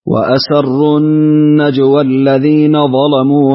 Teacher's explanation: وله تغليظ اللام في ظلموا